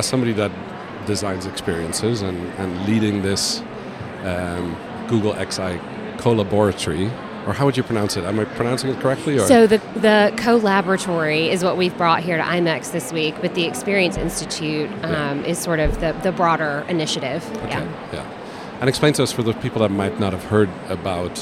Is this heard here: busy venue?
yes